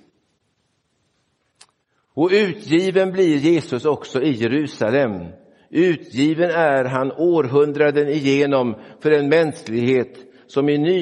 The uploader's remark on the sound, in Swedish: Inspelad i Roseniuskyrkan den 11 februari 2024.